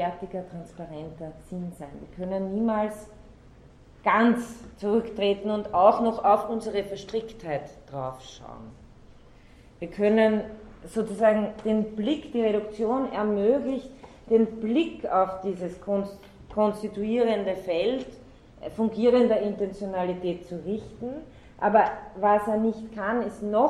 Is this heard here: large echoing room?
yes